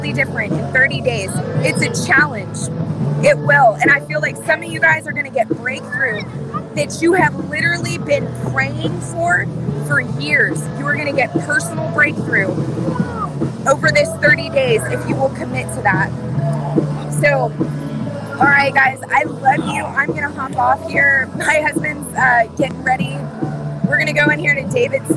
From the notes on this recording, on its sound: Take a walk with us on the Washington Mall.